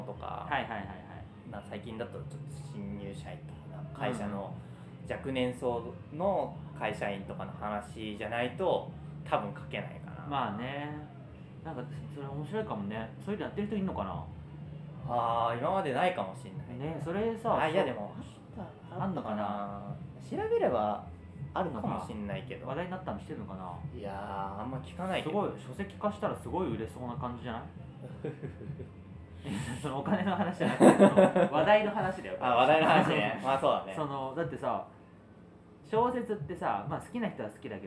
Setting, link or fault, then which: fault, background noise